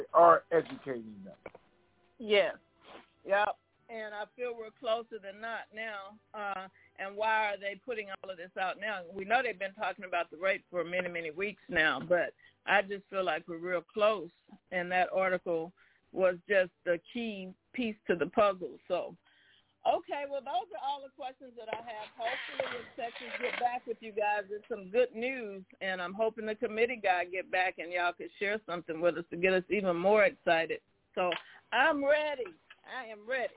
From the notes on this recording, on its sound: TNTSuperfantastic Conference Call